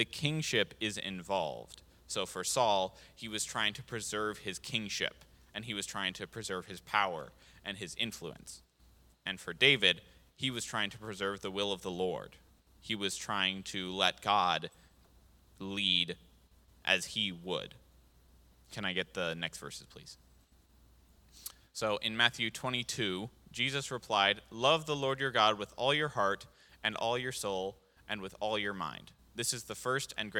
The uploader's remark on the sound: This JAT was recorded live on August 7th, 2022 at Newark United Pentecostal Church.